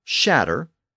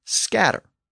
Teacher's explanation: some with the English SH sound and some with the earlier Indo-European and Viking SK sound. So that sense of something being separated or divided produced the English word shatter and the Norse word scatter.